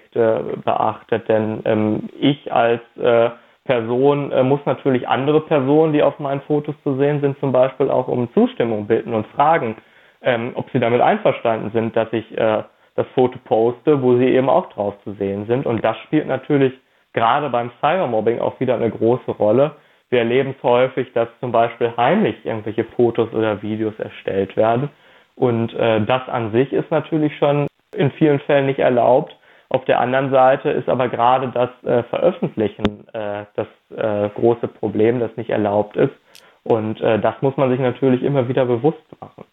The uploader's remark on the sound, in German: Telefoninterview